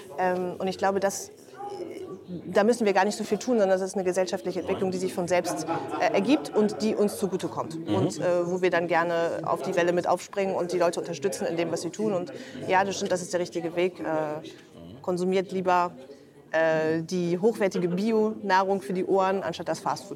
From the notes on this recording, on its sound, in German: Wurde am Rande der High End 2023 aufgezeichnet. Deshalb ist die Qualität der Aufnahme nicht ganz so gut, wie sonst im HIFI.DE Podcast-Studio.